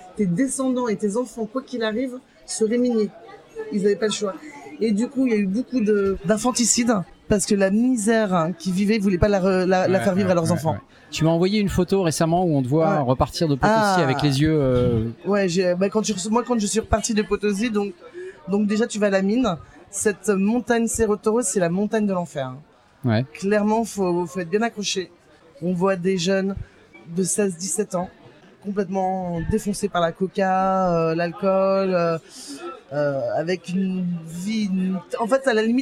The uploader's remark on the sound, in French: Des centaines de flasheurs se sont retrouvés pour une après-midi incroyable. Cet épisode a été enregistré en live dans le bar, à l’épicentre de l’événement. Bruitages de l’application FlashInvaders.